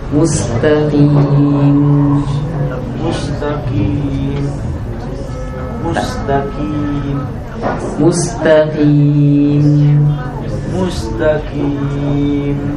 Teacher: Tapi di situ kan mim. Masukkan ke makhraj ke hidung 100% di hidung.